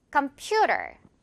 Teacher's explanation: 퓨 부분에 강세 주세요